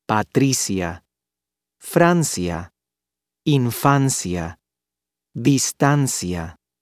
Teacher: words in which the vowels I and A do form a diphthong